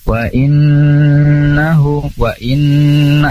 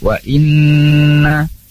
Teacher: Ini nama hukumnya adalah gunnah musyadadah, gunnah disebabkan karena nunnya bertasydid. Wa innahu, wa inna, jadi ditahan dulu dalam tempo tertentu.